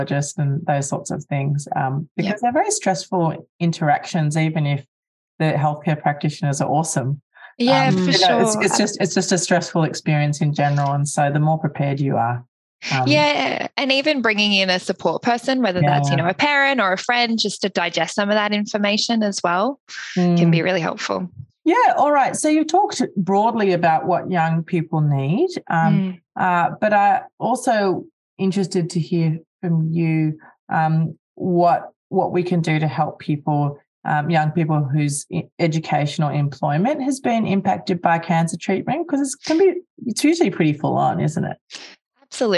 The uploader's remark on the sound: eMHPrac Webinar 58